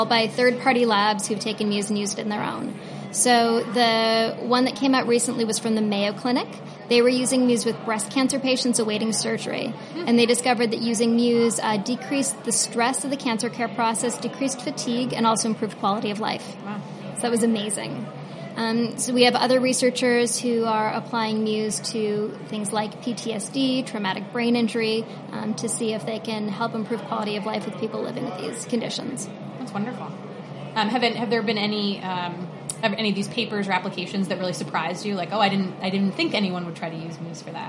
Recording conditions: busy venue